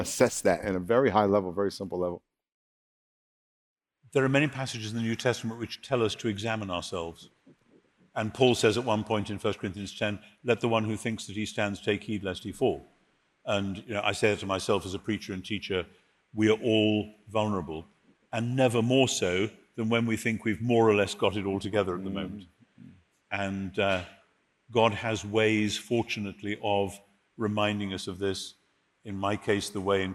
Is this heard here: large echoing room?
yes